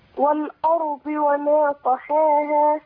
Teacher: اللام مرققة والهمزة مرققة، الراء بعد كده مفخمة